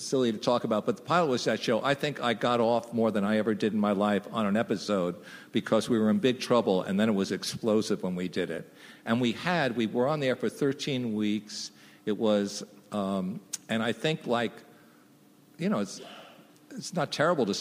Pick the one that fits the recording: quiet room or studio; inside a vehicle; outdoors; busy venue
busy venue